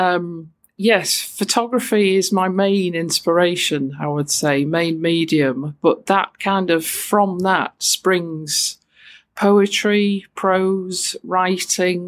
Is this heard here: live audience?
no